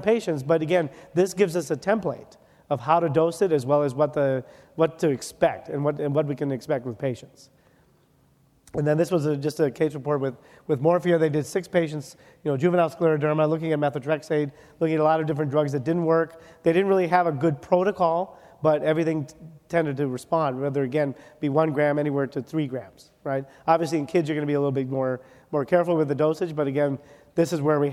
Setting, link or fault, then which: setting, busy venue